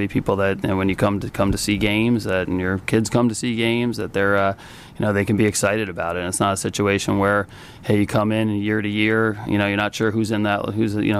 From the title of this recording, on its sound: Press Conference